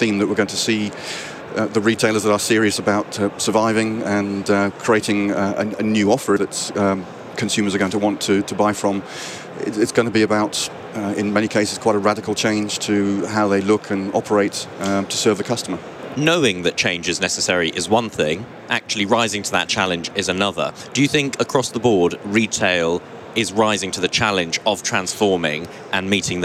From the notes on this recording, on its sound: recorded at NRF Big Show 2018